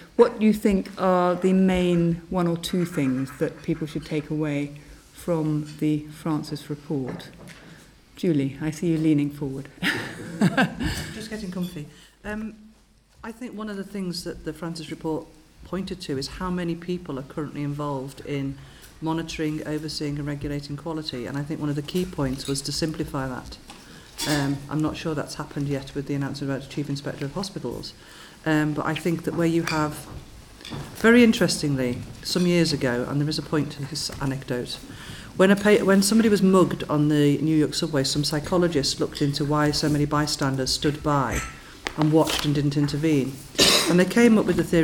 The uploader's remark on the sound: Recorded at the recent Nuffield health policy summit, this round table asks how to impliment the Francis reports recommendations.